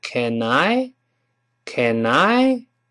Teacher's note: 那个 n，就跟后面的 I 连到一块儿，变成 canI · Term: 连读